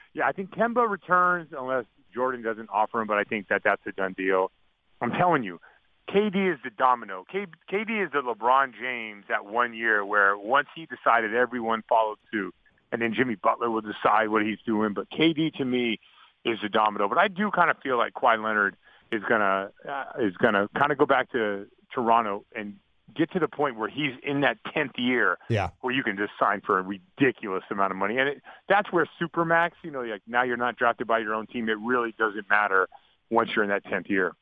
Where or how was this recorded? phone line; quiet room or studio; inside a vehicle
phone line